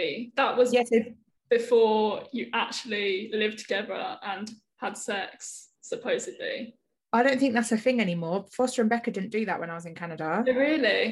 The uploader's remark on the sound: we do our first zoom podcast